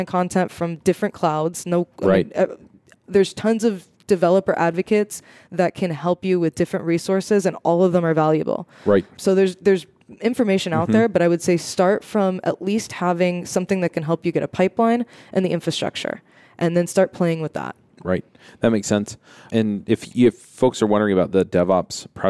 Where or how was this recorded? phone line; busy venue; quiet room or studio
busy venue